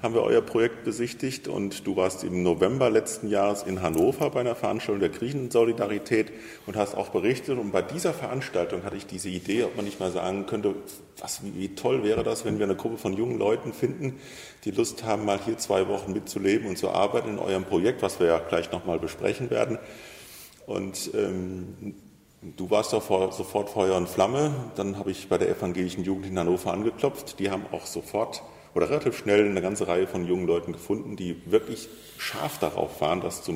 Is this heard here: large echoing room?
yes